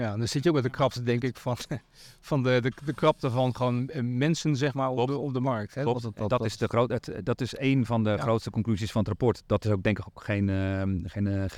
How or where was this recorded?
busy venue